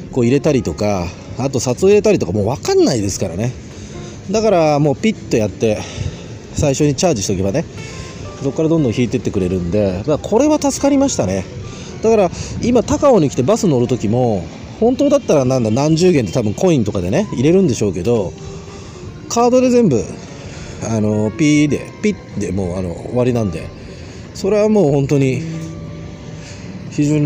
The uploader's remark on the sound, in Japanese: 台湾高雄の川のほとりでボーッと録音してみた。夜に録音してみた。